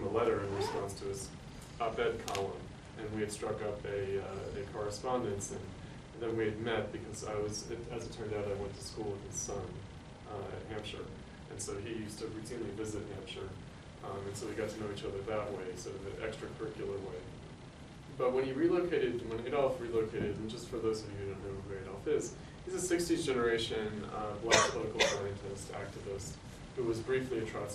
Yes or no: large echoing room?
yes